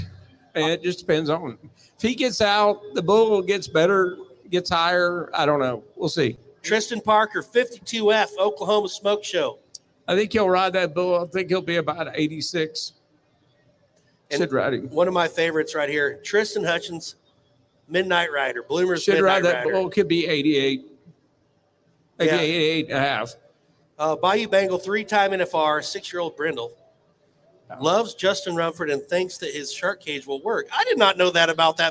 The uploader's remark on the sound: RümpChät Live at the 2023 NFR!